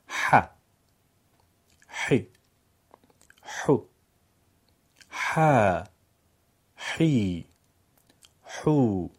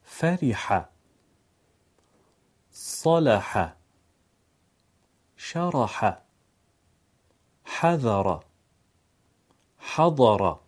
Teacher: امروز تلفظ حرف ح در زبان عربی رو می‌خوایم تمرین بکنیم. حرف ح در زبان عربی از میان حلق تلفظ میشه با گرفتگی ح